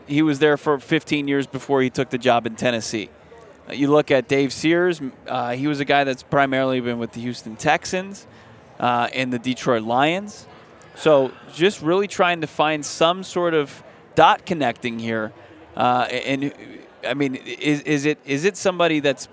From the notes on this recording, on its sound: LIVE from Radio Row